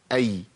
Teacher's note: خلاص عرفنا الياء اللين بتخرج منين؟ وسط اللسان مع سقف الحنك. لساني بياخد الهيئه ديت، وسط اللسان مع سقف الحنك.